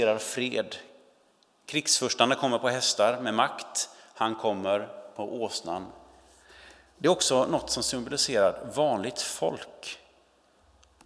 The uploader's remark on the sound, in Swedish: Inspelning från Immanuelskyrkan Skövde.